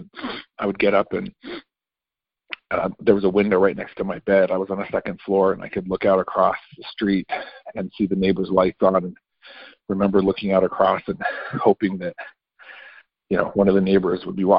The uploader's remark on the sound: 2019 New Years Day Phone Conference